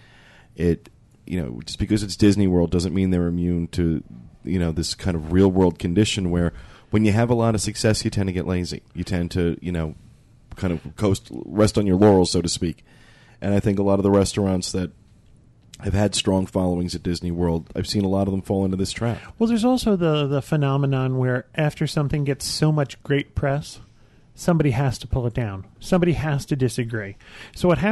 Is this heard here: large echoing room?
no